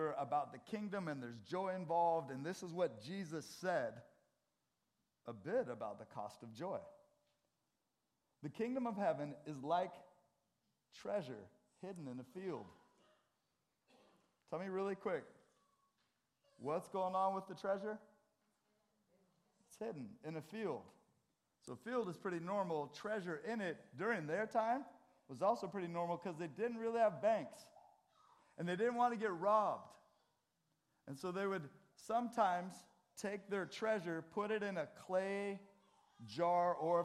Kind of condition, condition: setting, large echoing room